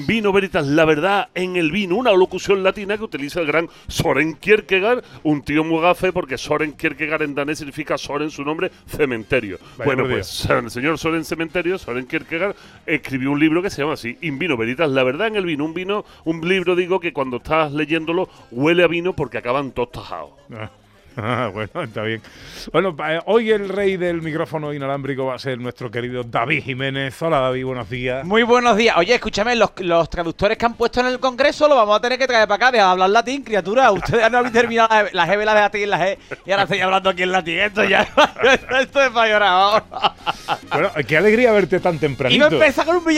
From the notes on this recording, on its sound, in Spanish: En directo desde la Diputación de Sevilla, Sabores de Andalucía.